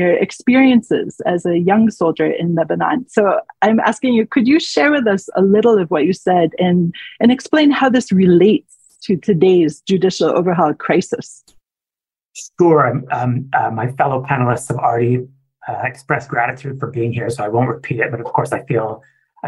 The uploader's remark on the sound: The Times of Israel hosted the trio this week in a webinar and this week’s What Matters Now episode is a very lightly edited recording of the event.